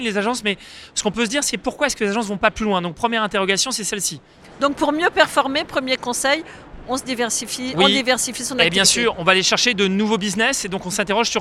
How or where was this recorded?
busy venue